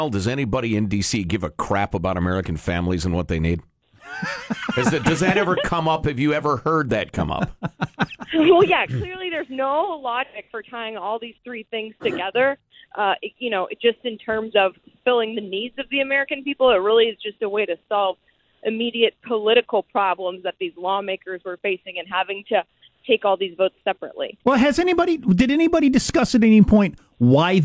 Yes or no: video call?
no